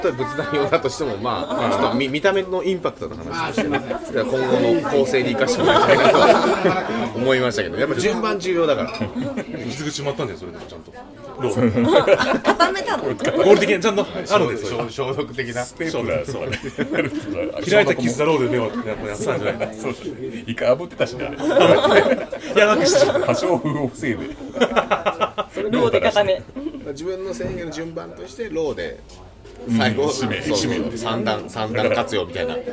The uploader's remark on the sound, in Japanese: 今回は東京都八王子の居酒屋「暫」さんで出張収録を行いました。